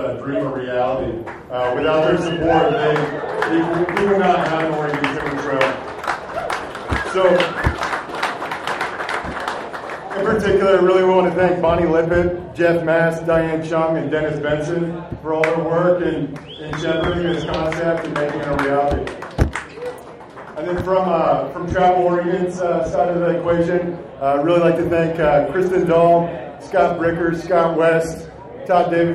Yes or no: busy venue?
yes